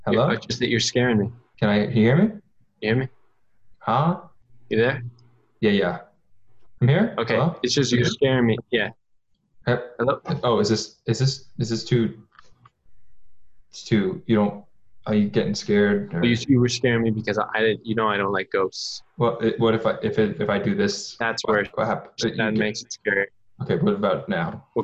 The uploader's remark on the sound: In this zoom episode exclusive, we explore all of the possibilities zoom can afford us to provide the quality entertainment YOU expect.